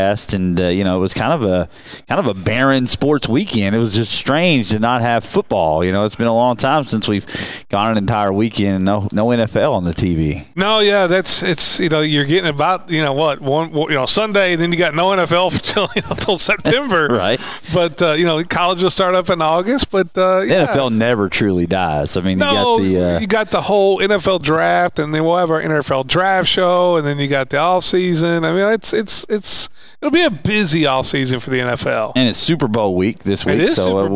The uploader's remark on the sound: Live from the Owensboro Country Club